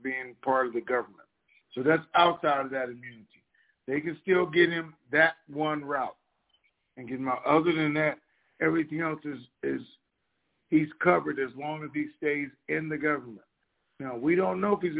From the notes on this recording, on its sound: TNTSuperfantastic Conference Call